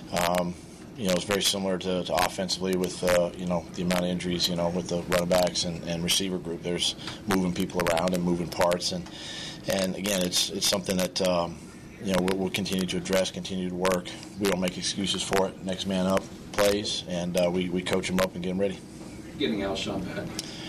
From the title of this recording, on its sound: Press Conference